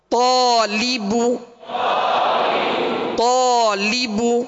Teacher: الف سے پہلے والا حرف پر ہے، اس لیے الف کو پر یعنی موٹا پڑھیں گے